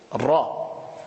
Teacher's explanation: Et ici, ça sort de ce qu'on appelle Ra'sul Lisan, sous le point d'articulation du Nun, s'appuyant contre la muqueuse palatine en faisant vibrer le dos de la langue, formant le point d'articulation du Ra.